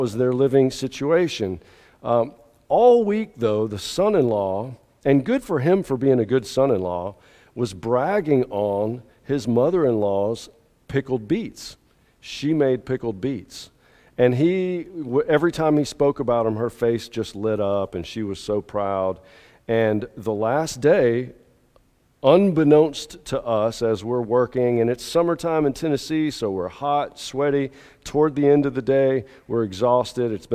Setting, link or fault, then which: setting, large echoing room